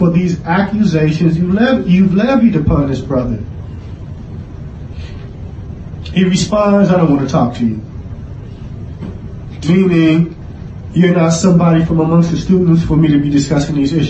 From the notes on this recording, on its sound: Clip taken from, Repelling Corrupt Principles Ascribed To Salafiyyah Conference 2019 (Lecture given at Masjid Ahlil Hadeeth, Philadelphia, Pa).